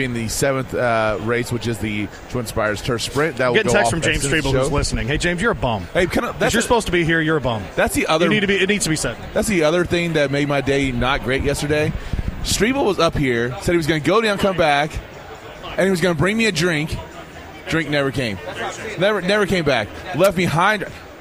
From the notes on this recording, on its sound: Live from Churchill Downs.